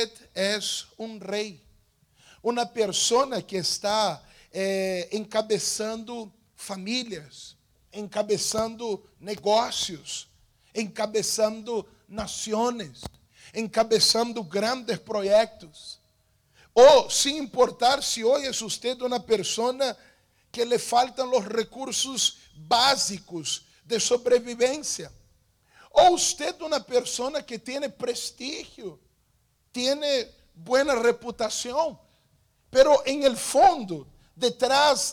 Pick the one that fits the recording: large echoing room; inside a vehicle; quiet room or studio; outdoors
large echoing room